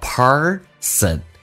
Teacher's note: 美式发音需要重度卷舌，整个舌身往回卷，叫 person